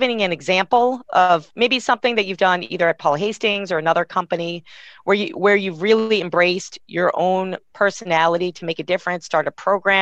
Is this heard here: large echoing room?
no